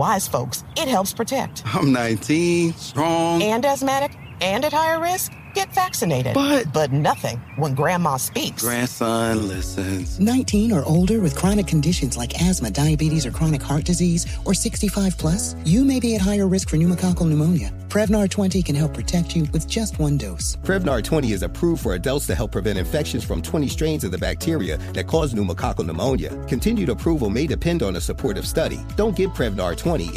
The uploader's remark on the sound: we open up the phone lines